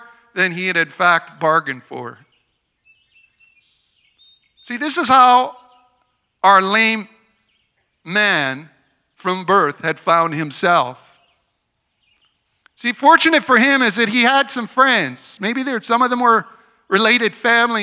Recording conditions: outdoors